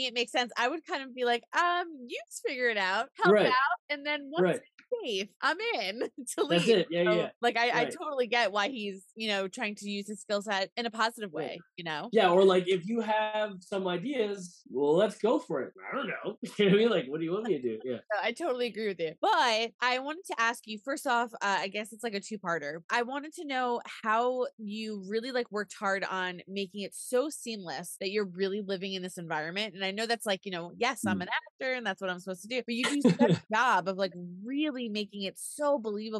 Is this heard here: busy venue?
no